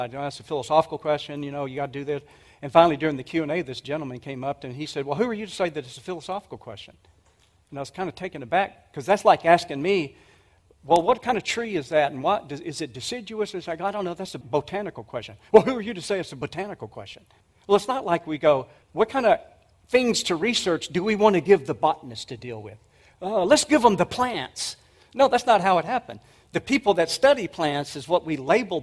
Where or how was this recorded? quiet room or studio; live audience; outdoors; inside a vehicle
live audience